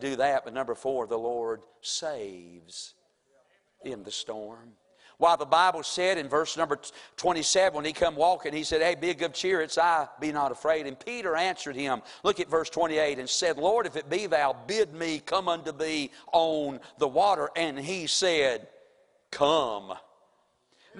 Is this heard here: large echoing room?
yes